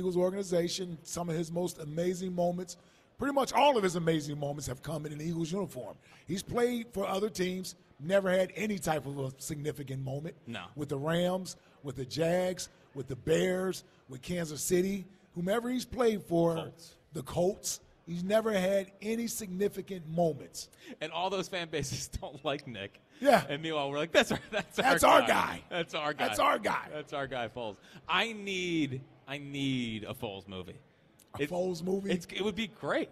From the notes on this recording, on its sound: live from Chickies in South Philly